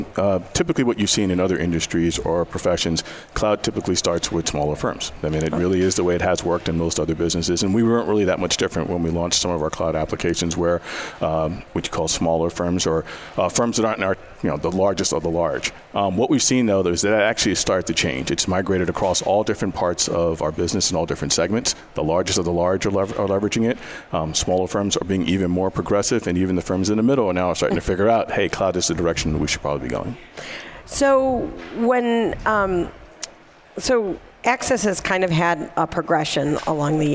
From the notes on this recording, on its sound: Day 2 LIVE: AICPA ENGAGE